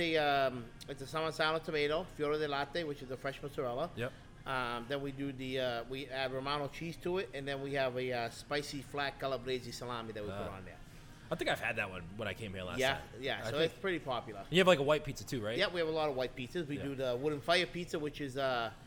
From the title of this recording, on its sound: Live From Wood & Fire